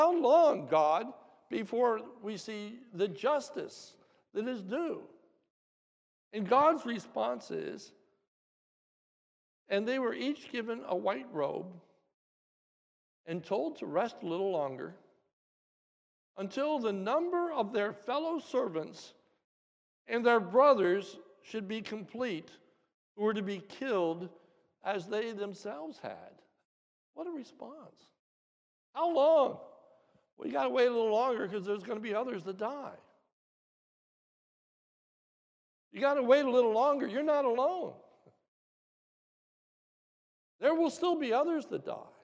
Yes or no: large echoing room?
yes